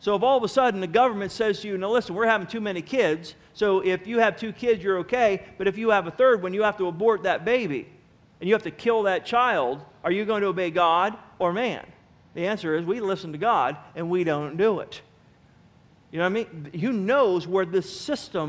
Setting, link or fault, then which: setting, large echoing room